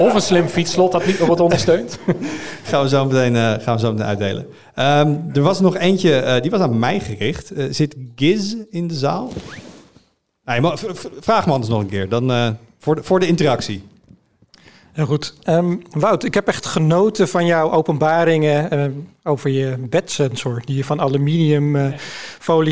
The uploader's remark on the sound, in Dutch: Op 10 juni vond de Tweakers Abodag plaats en die dag werd afgesloten met een live-opname van de podcast